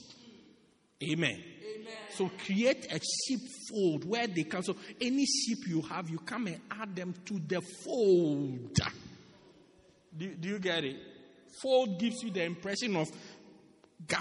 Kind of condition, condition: setting, large echoing room